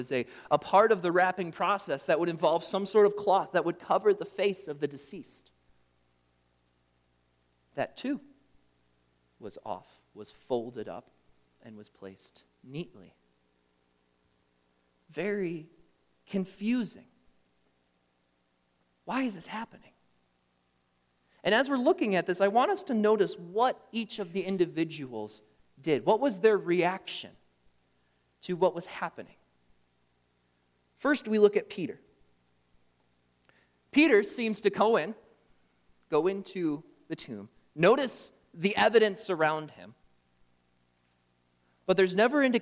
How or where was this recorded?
large echoing room